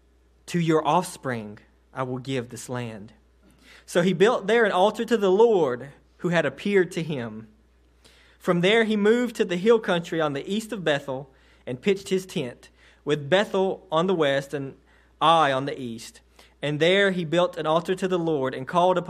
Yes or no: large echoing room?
yes